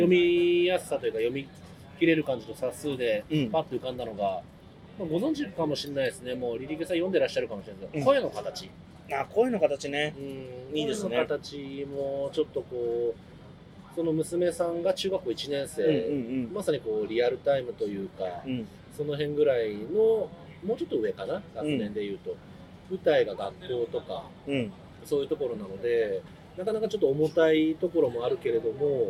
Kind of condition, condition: setting, outdoors